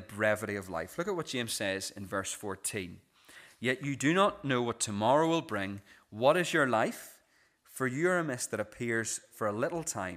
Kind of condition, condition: setting, large echoing room